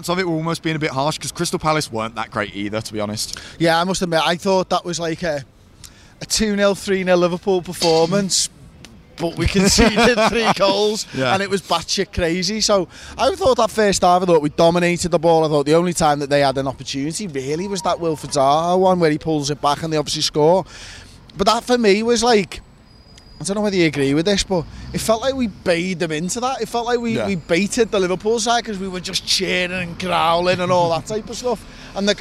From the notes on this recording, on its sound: The lads are outside Anfield with their immediate thoughts